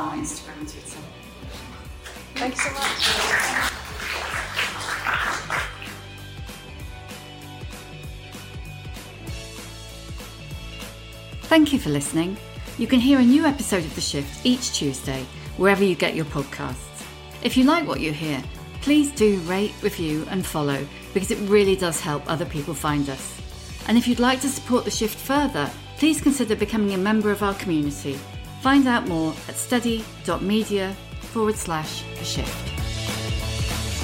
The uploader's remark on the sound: At Edinburgh Wellbeing Festival. It’s not the highest quality, as it was recorded in an auditorium with a live audience.